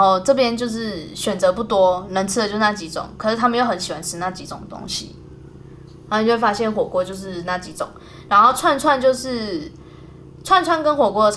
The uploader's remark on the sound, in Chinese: 本集節目錄製時不時會出現不知道哪裡發出來的低頻聲但怎麼都弄不掉，還請各位見諒。